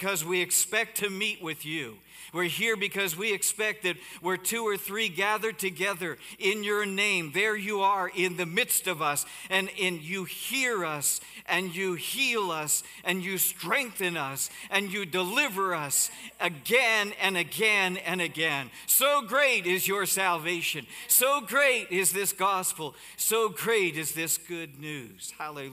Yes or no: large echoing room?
yes